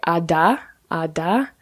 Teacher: there's a second where no air is coming out, and that's the D sound